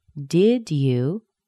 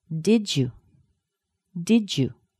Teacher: A D plus a Y often sounds like a J sound. · Shown in: second take